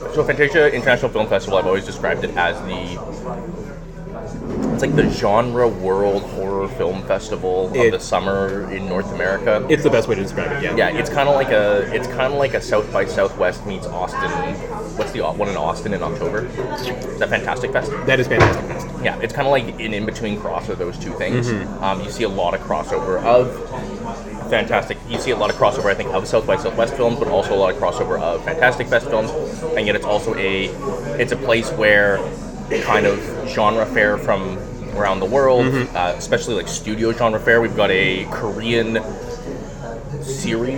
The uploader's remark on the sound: BONUS - Live from Fantasia 2023. AUDIO WARNING - This podcast was recorded in a noisy public space. Coming at you live from a bar next to Concordia University. Apologies for the audio quality in advance.